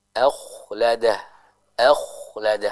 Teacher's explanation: Yang selanjutnya kita perhatikan di ayat yang ketiga pada huruf kha, annama lahu akhladah, ya, jadi bukan akhladah, jangan tertukar dengan huruf ha, jangan akhladah tapi akhladah, akhladah, yaitu huruf kha nya dibaca dengan tebal